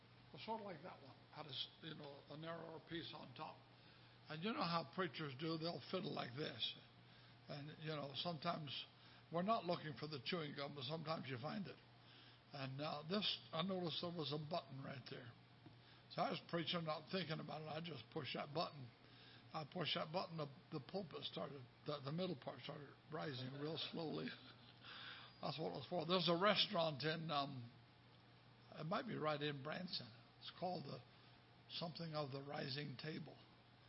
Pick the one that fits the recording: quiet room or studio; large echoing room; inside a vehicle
large echoing room